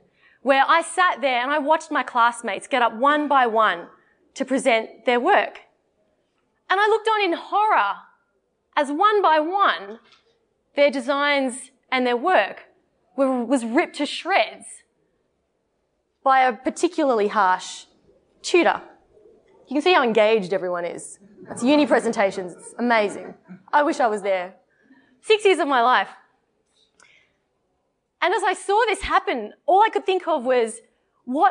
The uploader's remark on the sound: This is the raw recording of the Toastmasters D73 Convention workshop